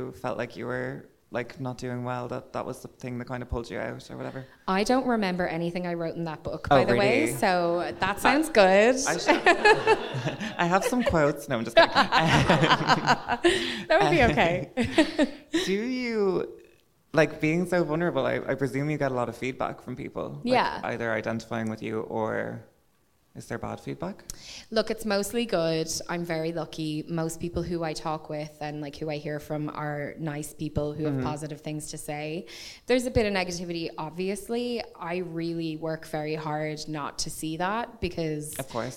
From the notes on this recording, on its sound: this episode was live at the Bernard Shaw